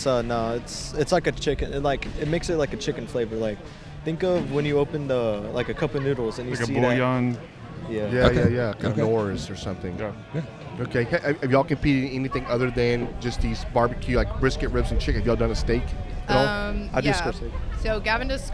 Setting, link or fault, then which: setting, busy venue